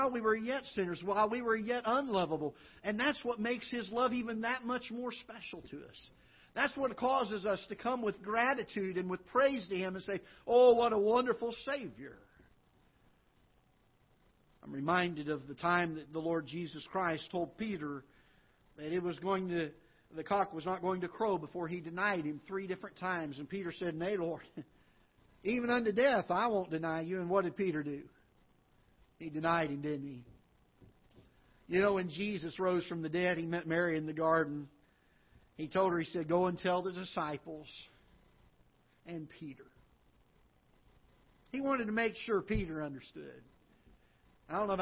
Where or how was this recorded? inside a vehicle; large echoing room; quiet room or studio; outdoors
large echoing room